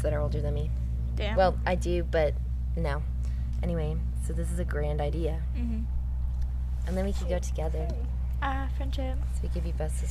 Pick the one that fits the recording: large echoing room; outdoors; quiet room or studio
outdoors